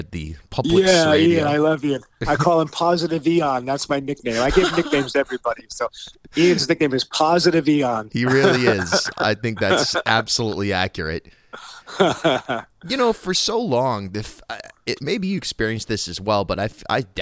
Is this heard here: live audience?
no